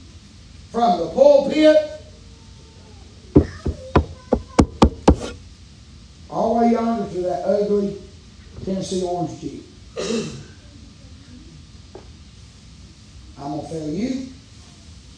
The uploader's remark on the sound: preaching live from Still Water Baptist Church